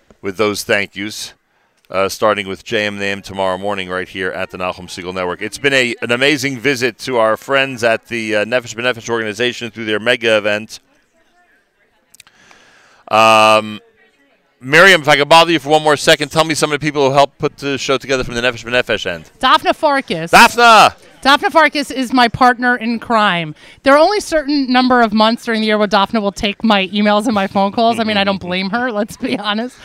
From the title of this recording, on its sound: NSN Live from the 2019 Nefesh B'Nefesh Aliyah Mega Event in Teaneck, NJ